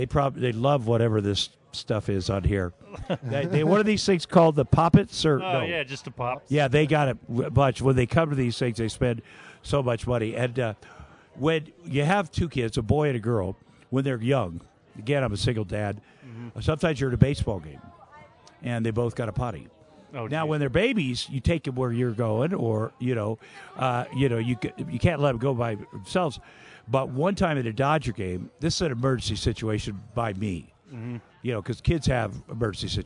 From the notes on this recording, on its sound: The Comix Zone had him cornered at The Wyoming Pop Culture Con 2023, and though it was a live stream.